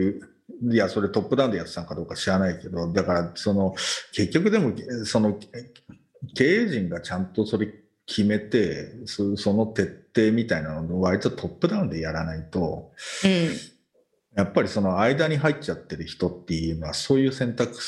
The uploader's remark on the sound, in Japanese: 本収録はビデオ会議サービス「Zoom」を使用し。一部聞き取りづらい箇所があります。